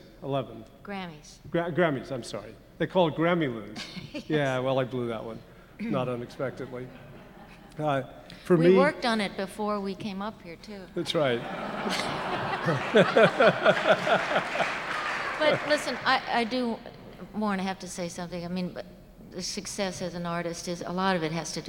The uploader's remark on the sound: Recorded at the Academy of Achievement's 2005 Summit in New York City.